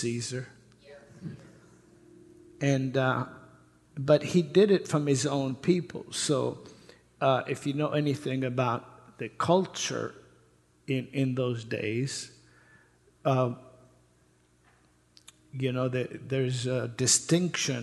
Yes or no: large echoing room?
yes